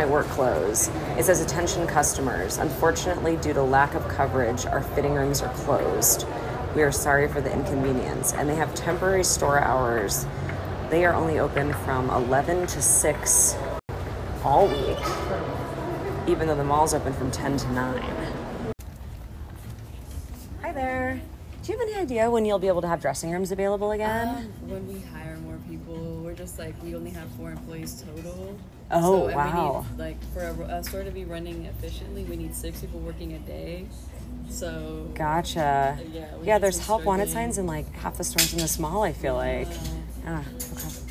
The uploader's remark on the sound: Sound Tour of Cherry Creek Mall. An audio exploration of Denver's popular shopping center.